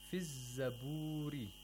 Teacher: The zay in the word az-zabur has become mushaddad as a result of alif lam.